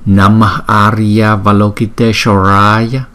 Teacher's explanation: hai chữ A chúng ta ghép lại thành một chữ A dài